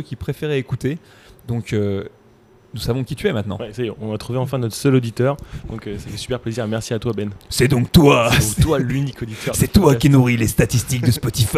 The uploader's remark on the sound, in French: EN direct de CrossFit Louvre III à Paris